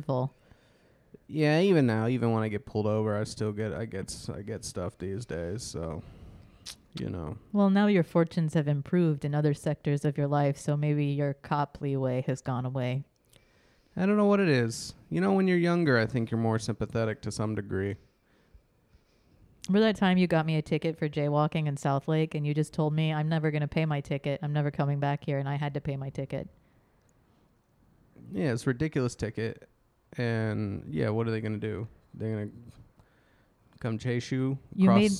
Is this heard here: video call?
no